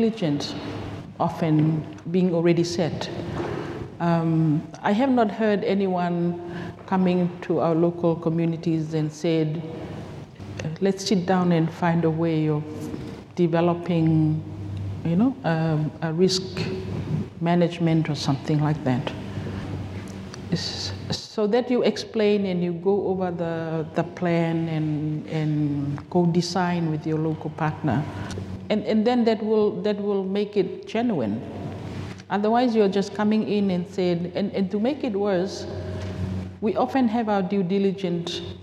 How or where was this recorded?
live audience